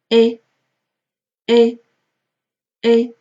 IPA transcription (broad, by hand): e